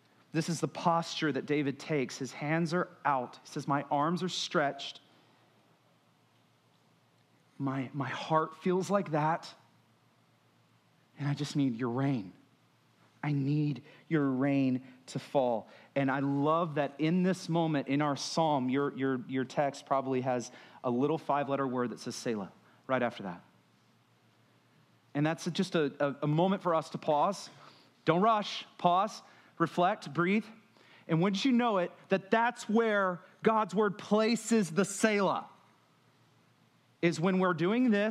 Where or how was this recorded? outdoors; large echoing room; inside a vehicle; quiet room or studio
large echoing room